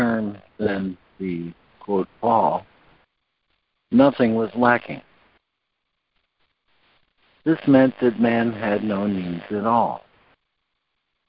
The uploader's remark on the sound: ACIM Daily Conference Call.